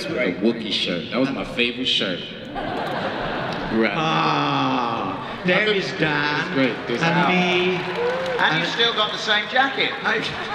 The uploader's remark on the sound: Here's content from my camera during Star Wars Celebration 2019. This was at the 20th anniversary The Phantom Menace Panel.